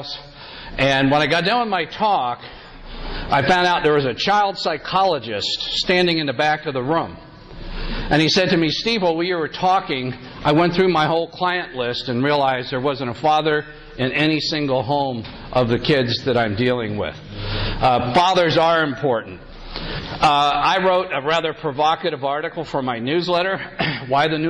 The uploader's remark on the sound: Today’s episode is a recording from a talk. At a Catholic Men’s Conference.